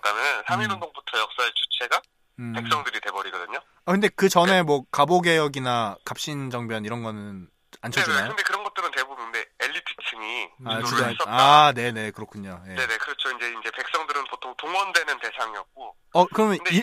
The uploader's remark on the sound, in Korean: 1부에서 실패했던 전화연결에 성공합니다. 전화 강의가 있습니다.